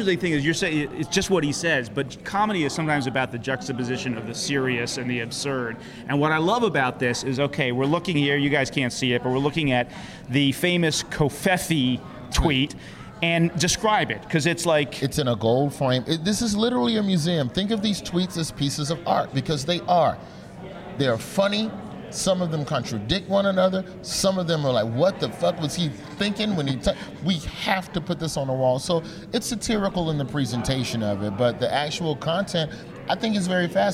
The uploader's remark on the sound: Live from SXSW and the site of The Donald J.